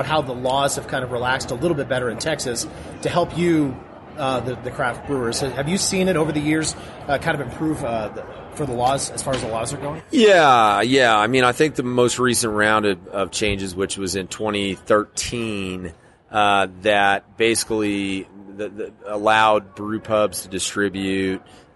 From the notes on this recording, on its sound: This interview took place at the 2016 Great American Beer Festival in Denver.